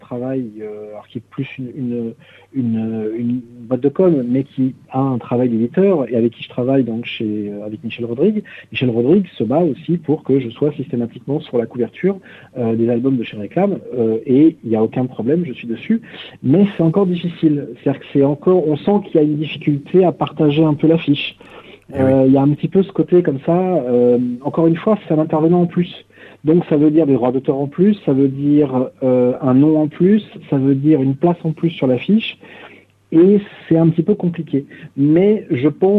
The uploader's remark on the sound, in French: reçoit par téléphone 2 coloristes